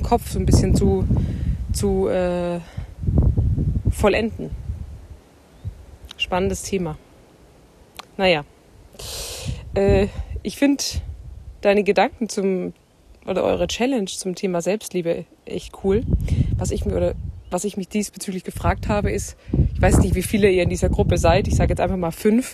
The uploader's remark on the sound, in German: Aus privaten Sprachnachrichten wird nun ernst - aus dem Smartphone in die Öffentlichkeit! Aus privaten Sprachnachrichten wird nun ernst - aus dem Smartphone in die Öffentlichkeit!